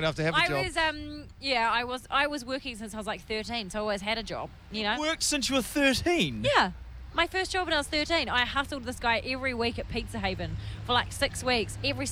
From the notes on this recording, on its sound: We're live from a billboard.